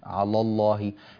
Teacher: الإمام ابن الجزري ينبه إلى ترقيق اللام في وليتلطف وعلى الله ولب